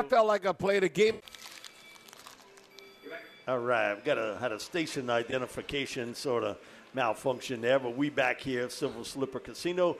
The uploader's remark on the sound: live from the Silver Slipper